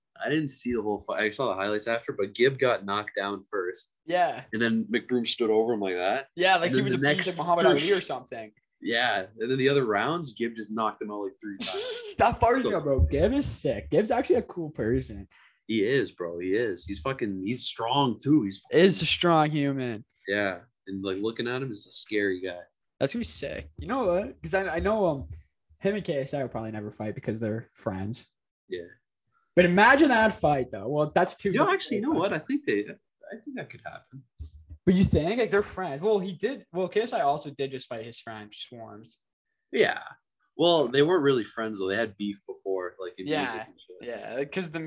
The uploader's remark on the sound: The boys are finally back but on zoom